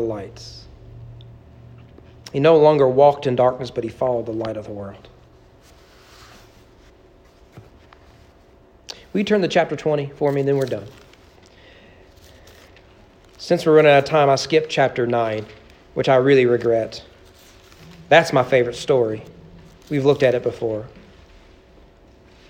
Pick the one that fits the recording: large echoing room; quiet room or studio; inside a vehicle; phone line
large echoing room